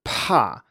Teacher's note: So instead of just having a little aspiration on, say, P when I'm saying pa, as in afraid, and compare that with ba, as in dad, we just add a lot of aspiration and say pa, and then over time I can gradually reduce the difference between the two and approach some kind of normal way of saying these things.